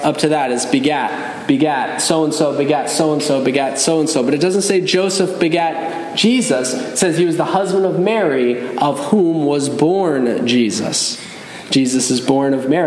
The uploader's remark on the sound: Message delivered Sunday, December 10, 2023 at Mt Carmel Primitive Baptist Church, Bel Air, Maryland.